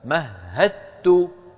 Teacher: مهدت، لم ينطق الدال، وهكذا هو الصواب، لأن الدال سكنت مهد وبعدها تاء، فإذا سكنت الدال وبعدها تاء وهما من المخرج نفسه فندغم الدال في التاء فيصير النطق بتاء مشددة